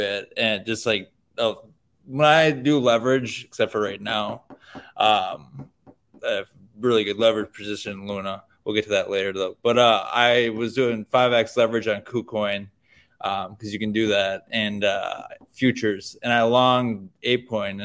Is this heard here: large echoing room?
no